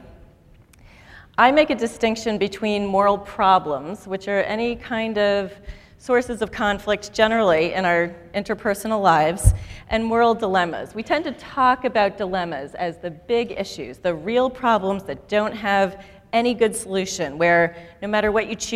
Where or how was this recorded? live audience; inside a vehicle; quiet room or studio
live audience